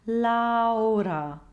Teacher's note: So be sure to start it off with a true bright ah, and then to stay on that ah until just before your tongue comes up to flip the r